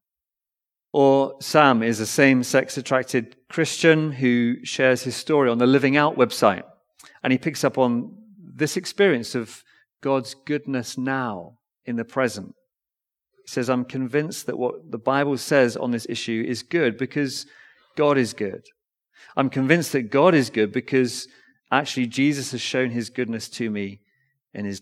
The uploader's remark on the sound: Recorded Live stream Sermon from Binscombe Church (BWS) 10th December 2023